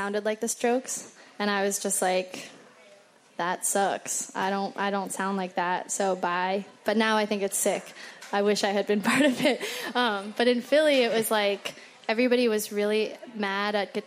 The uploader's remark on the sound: Live from Northside Fest. Hosts a very special live taping at Brooklyn's 9th annual Northside Festival.